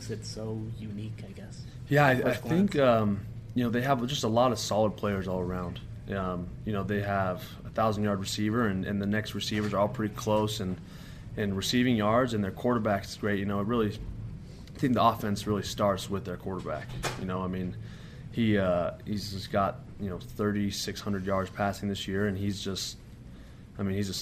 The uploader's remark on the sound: Talked to the media Monday during BYU's press conference.